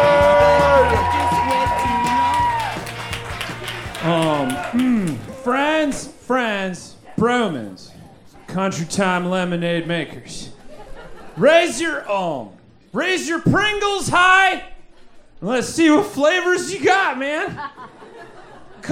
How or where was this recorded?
busy venue